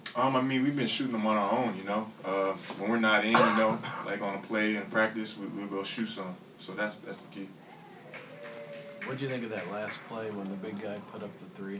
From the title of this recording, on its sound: Press Conferences & Post-Game Interviews